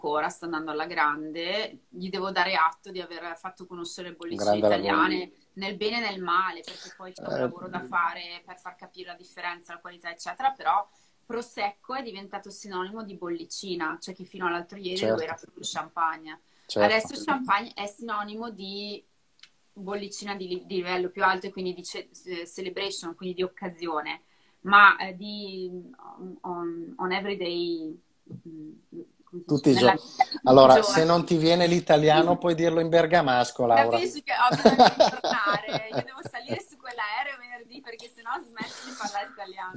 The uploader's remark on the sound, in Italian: questa intervista che ho registrato da una live di Instagram